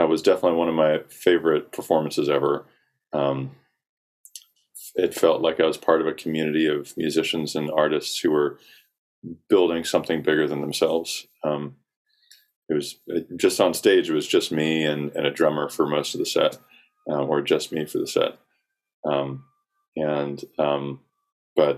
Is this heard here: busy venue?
no